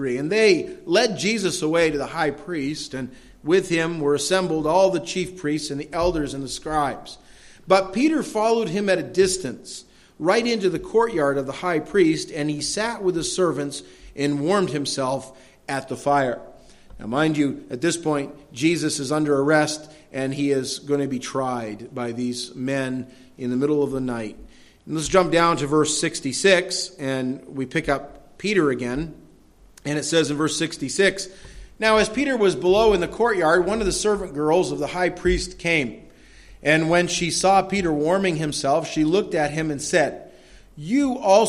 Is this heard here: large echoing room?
yes